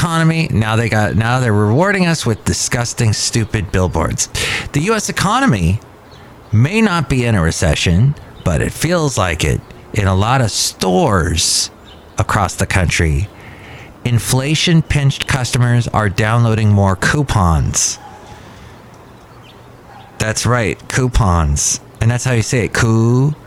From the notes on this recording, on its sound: podcasts live from Cafe Anyway